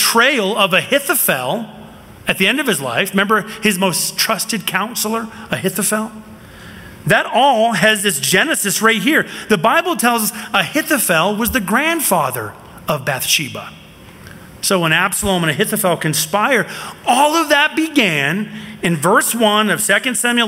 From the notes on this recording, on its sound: from the 2023 Southwest Men's Conference, No Surrender